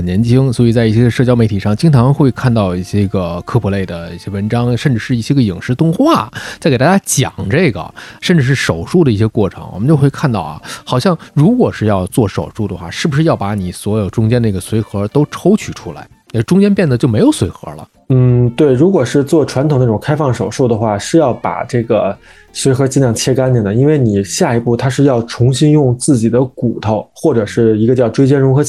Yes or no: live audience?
no